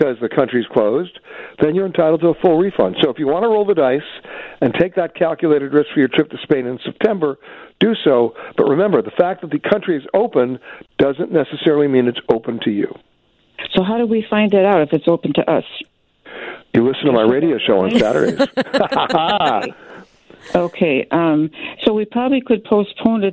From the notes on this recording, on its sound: he takes your phone calls